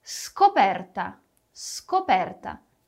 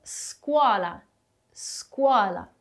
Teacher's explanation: quando temos o SC na frente de A, O e U, vamos ter um som de S e K